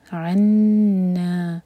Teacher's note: عنا، یہ حمزہ نہیں ہے عین ہے، حلق سے نکالیں گے، اور نون پر شدہ تو نون پر غنہ